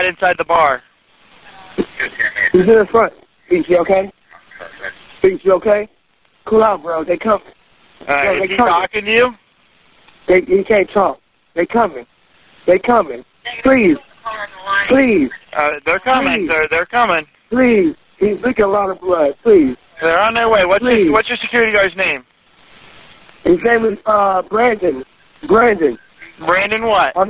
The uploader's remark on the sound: 911 call after security guard is shot at Hooch's Pub in Canton, Ohio.